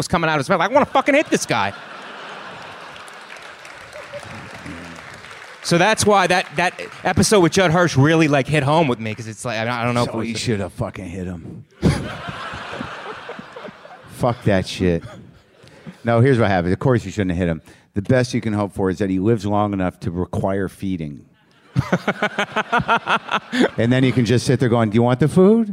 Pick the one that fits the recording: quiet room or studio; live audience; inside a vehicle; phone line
live audience